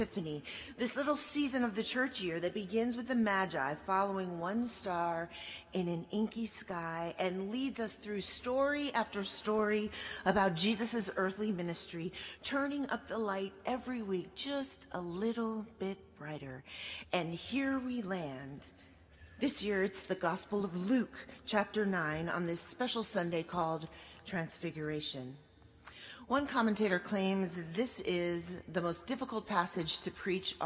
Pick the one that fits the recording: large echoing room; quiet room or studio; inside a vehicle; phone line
large echoing room